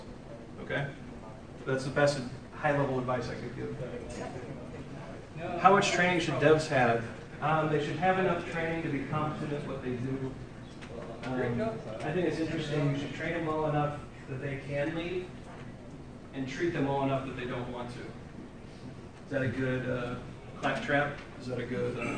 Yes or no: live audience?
yes